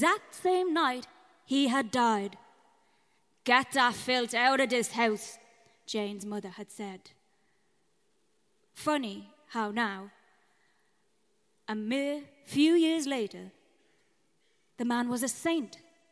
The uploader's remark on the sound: This episode was recorded live in front of an audience at SCANRA - a night celebrating the Irish origins of Samhain through the voices and mediums of modern creators - in The Workman’s Cellar. Venue sound engineer.